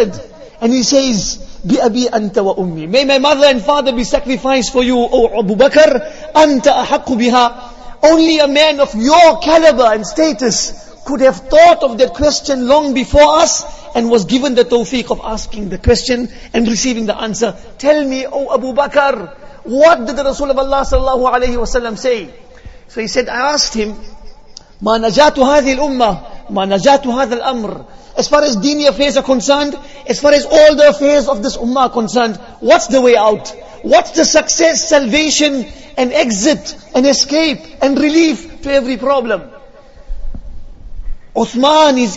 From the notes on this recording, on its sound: Jumuah lecture